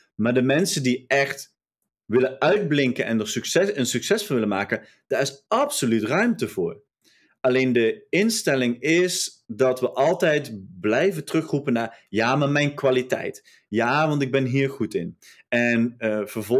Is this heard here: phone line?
no